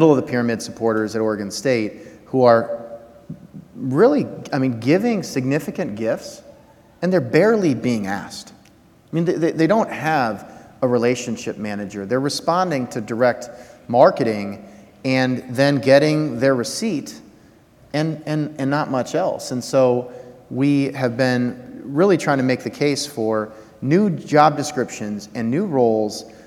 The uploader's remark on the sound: Live from RAISE2019